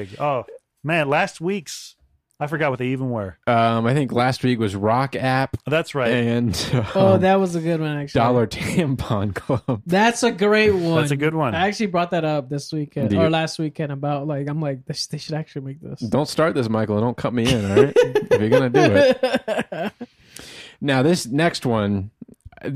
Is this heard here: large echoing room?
no